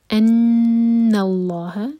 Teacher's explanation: अन्नल्लाह नून पर गुन्ना और लाम जलाला हैवी